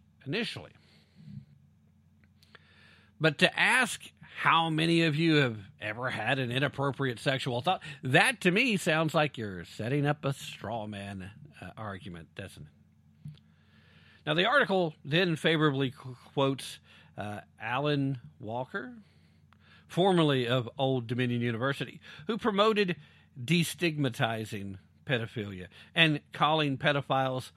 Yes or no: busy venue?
no